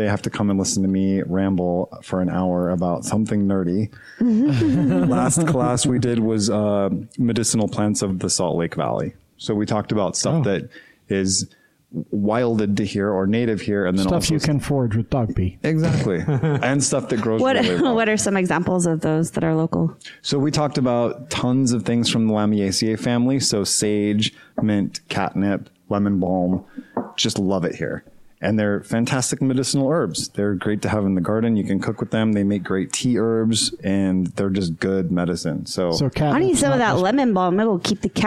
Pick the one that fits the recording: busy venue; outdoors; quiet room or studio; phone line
busy venue